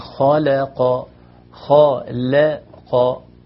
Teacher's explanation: فلو وقعت اللام المرققة بين مفخمين الخاء والقاف أحيانا بيطغى عليها ويؤثر عليها ما قبلها، ما تقول خلق، لكن خلق خلق، يعني عندنا مفخم مرقق مفخم.